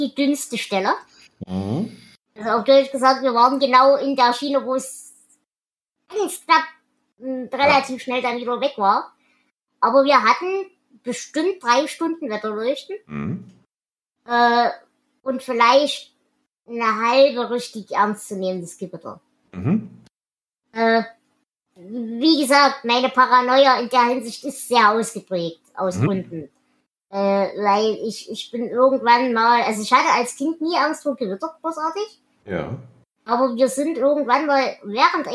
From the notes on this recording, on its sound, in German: Ein Transkript findet ihr diesmal nicht weil auphonic bzw Whispersync diesmal auch trotz mehrfacher Versuche nur Mist ausgespuckt haben. Da die 005 und 006 am selben Tag aufgenommen wurden und scheinbar den selben Fehler enthalten.